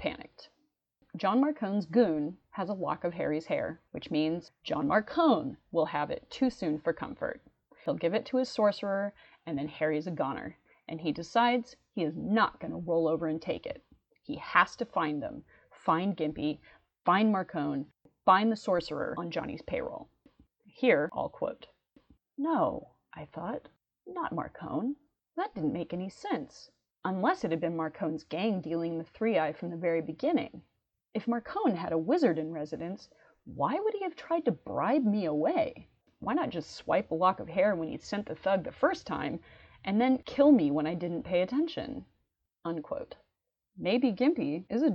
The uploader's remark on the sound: I know there are rustling sounds. I'm still learning audio.